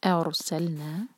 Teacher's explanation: را ساکن کو ہیوی پڑھیں گے، اس سے پہلے فتحہ ہے